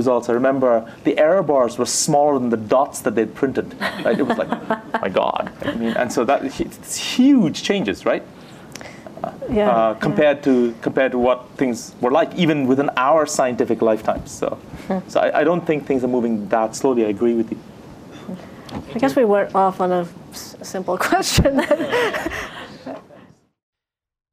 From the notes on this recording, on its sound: This podcast features audio from our first Physics of Everything event.